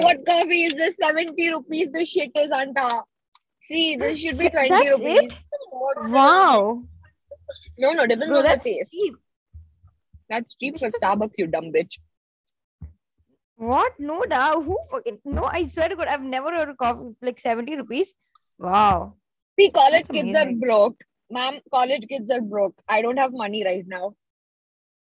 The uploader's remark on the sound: Car version